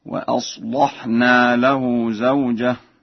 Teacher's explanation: فقرأ ورش وأصلحنا بتغليظ اللام